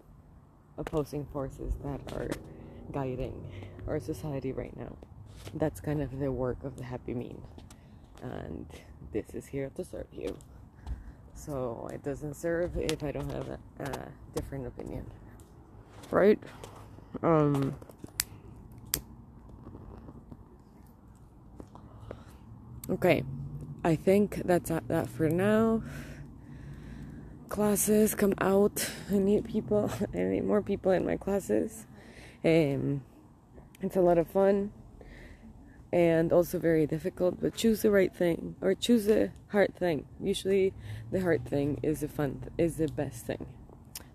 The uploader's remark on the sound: I lit up a joint and walked across the street and recorded this.